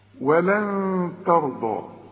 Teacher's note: عندك نون وبعدها تاء، والتاء من حروف الإخفاء، يبقى هنا بخفي وبغن